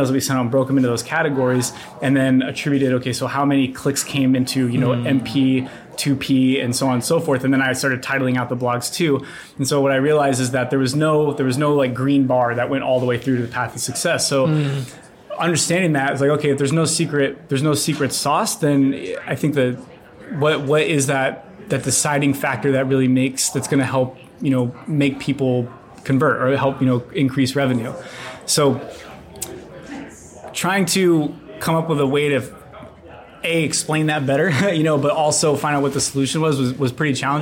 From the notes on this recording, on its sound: This is interview #1 at the Klaviyo:BOS 2019 conference.